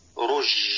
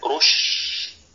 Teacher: والصواب رش، انتشار، تفشي في الشين · Shown in: second take